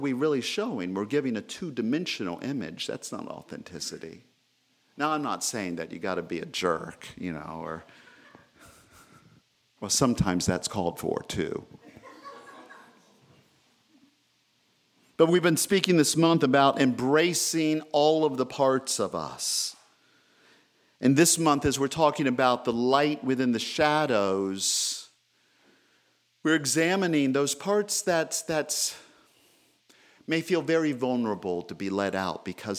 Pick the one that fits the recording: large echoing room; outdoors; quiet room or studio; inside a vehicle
large echoing room